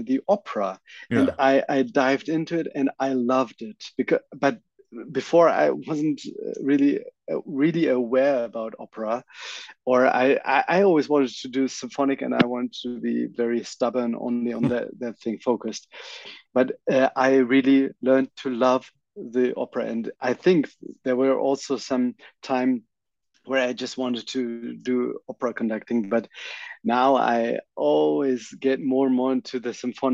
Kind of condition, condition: link, video call